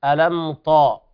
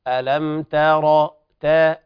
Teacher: يعني لا تفخم التاء فتتحول إلى طاء · Shown in: second take · لا تقل ألم طاء، ألم ترى، وبعض الناس يكره هذا لحنا.